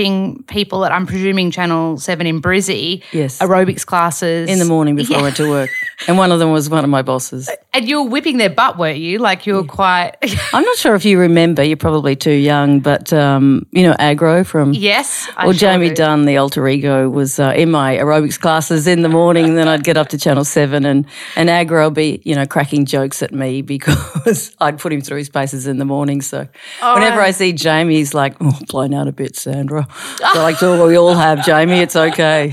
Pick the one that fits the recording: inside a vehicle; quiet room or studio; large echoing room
quiet room or studio